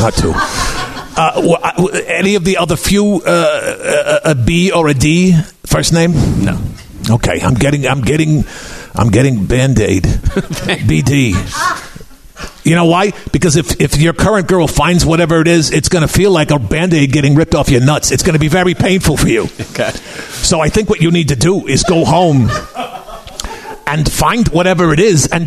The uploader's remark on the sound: NERDMELT LIVE. LIVE from the Nerdmelt Showcase Theater on Sunset Blvd in Hollywood.